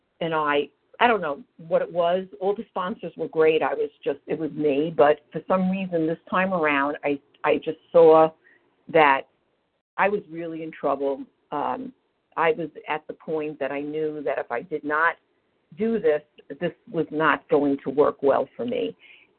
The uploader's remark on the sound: from the 100 Pounders Phone Meeting